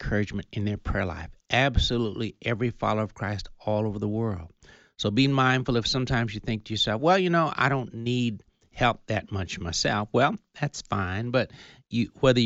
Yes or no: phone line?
no